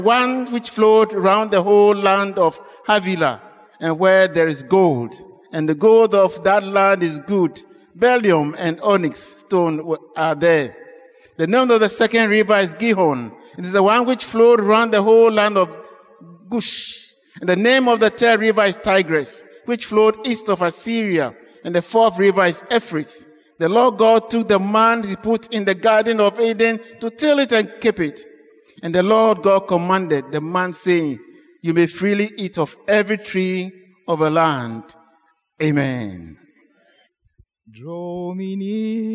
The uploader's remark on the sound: Sermon preached at CBC Shiashie Campus